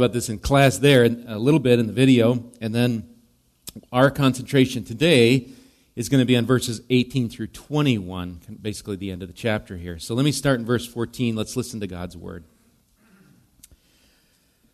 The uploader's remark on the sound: Recorded live at Bethany Bible Church on: 5/14/23. Bethany Radio is a production of Bethany Bible Church in LeRoy, MN.